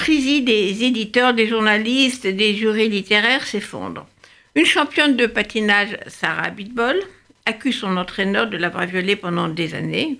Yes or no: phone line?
no